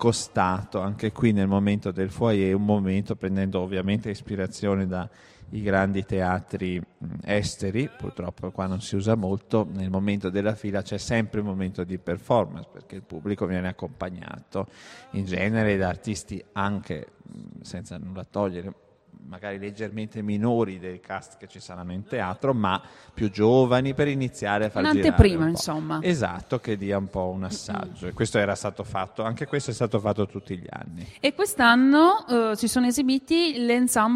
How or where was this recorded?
busy venue